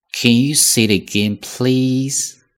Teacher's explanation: please，引发请求嘛，所以我们长音长一些，显得更加地真诚嘛